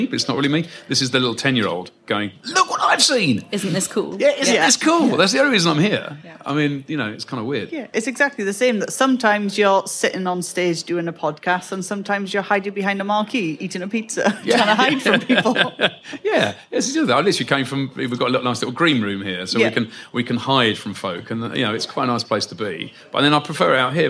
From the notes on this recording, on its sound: Live from the Global Birdfair at Rutland Showground. Took to the Whinchat stage in front of an audience of nature lovers of all ages. We’ve left this chat largely unedited because we wanted to capture the true essence of the conversation and the fun of being on stage with a live audience.